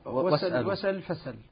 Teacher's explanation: نقل حركة الهمزة إلى الساكن قبلها وإسقاط الهمزة · Term: النقل